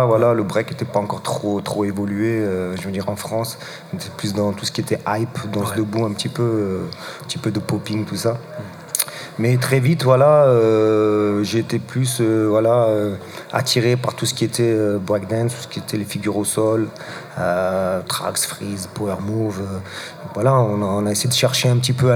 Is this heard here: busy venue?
yes